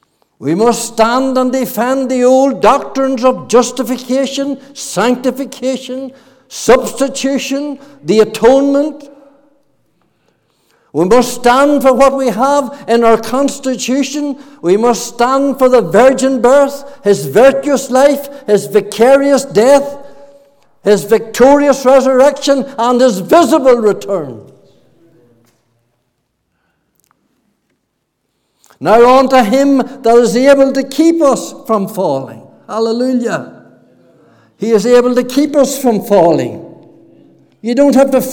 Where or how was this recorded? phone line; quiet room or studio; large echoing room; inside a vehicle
large echoing room